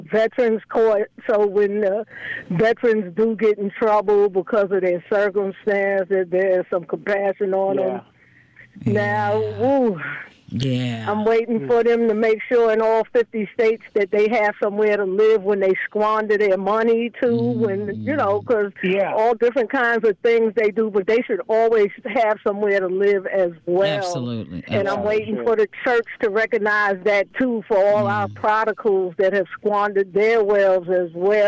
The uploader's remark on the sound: Today We Had Open Lines, Focused Around Veterans Day. Our Callers Called In With Their Salutes & Stories.